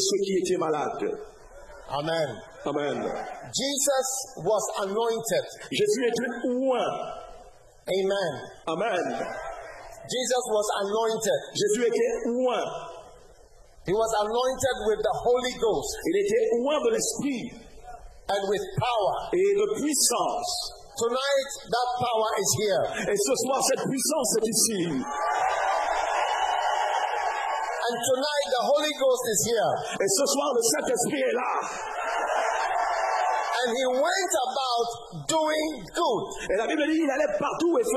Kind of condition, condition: setting, live audience